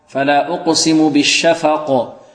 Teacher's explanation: والقلقلة هنا في القاف، وقفنا على القاف، إذن الحرف المقلقل مقوف عليه